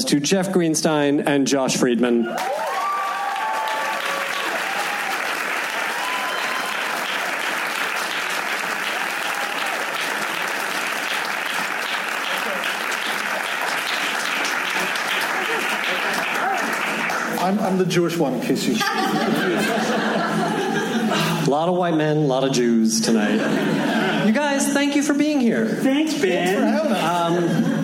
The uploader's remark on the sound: Recorded at Largo at the Coronet on November 6, 2016.